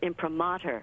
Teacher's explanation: takes the accent on the ma, like you were calling your mother, rather than the pr